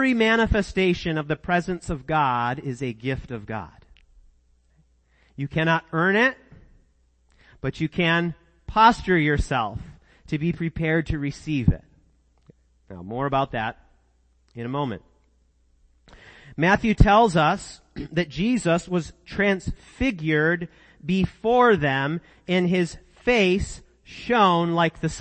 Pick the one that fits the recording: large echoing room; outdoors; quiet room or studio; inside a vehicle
large echoing room